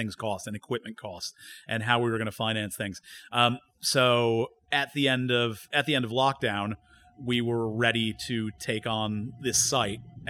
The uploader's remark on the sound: We return to North London. Recorded live at the brewery.